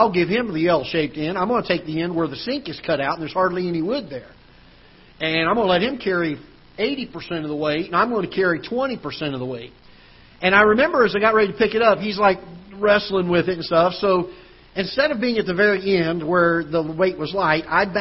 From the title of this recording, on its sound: Ketha Heights Baptist Church ~ Live Broadcast